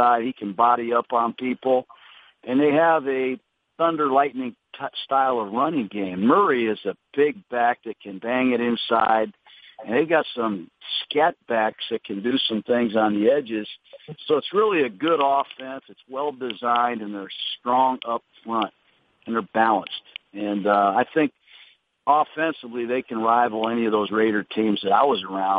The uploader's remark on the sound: Conference Call